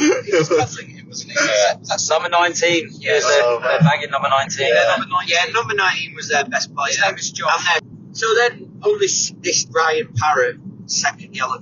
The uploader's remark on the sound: Sorry about the sound quality, this pod took place on the M20. In Tonbridge.